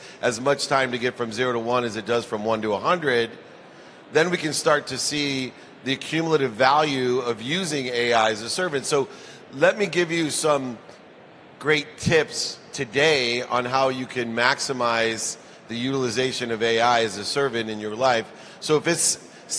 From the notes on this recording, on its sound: gives a keynote at Collision Conference